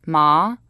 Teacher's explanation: then there's a rising tone, which is ma